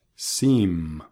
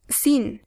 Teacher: Termina en M. Así que la boca está cerrada. · Shown in: first take